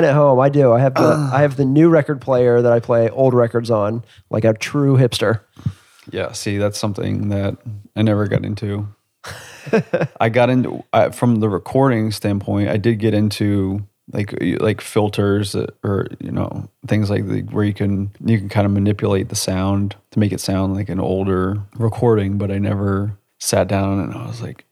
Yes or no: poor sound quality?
no